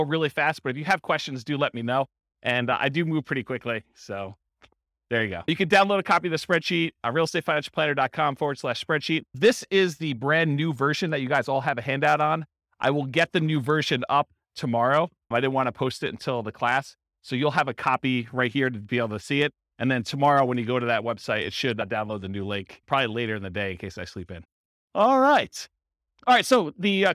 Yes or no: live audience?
yes